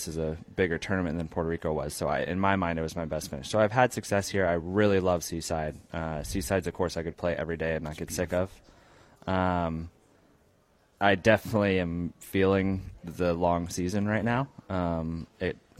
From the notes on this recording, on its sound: Live from RSM Classic. Broadcasts live from Sea Island at the RSM Classic. Joined by guests throughout including PGA Tour players.